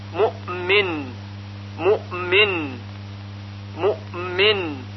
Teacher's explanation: به خاطر تلفظ حرف بعدی که میم هست، همزه یک حالتی تقریبا شبیه به قلقله پیدا میکنه. مؤمن، مؤمن، یعنی گفته نمیشه مؤمن، مؤمن مثل یأتی، بلکه صحیح هون این طور هست، مؤمن، مؤمن، مؤمن.